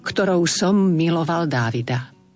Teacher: Tam máme dve M, to znamená, že predĺžime vyslovenie toho prvého